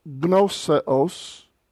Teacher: the gamma and nu are pronounced together with no helping vowel between it